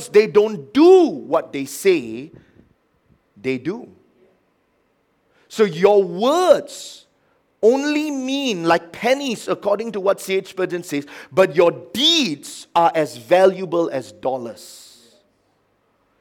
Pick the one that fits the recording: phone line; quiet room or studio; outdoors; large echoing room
large echoing room